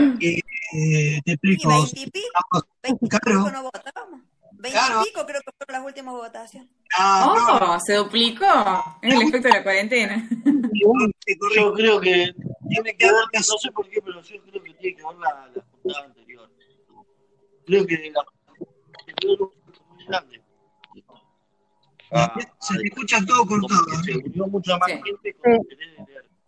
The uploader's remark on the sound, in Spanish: La hicimos usando #jitsi. Juntada Virtual.